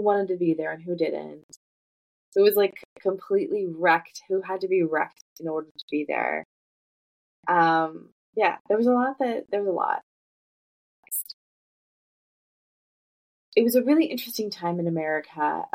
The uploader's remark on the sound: We had major technical difficulties when trying to record this episode. Despite their best efforts to edit the sound.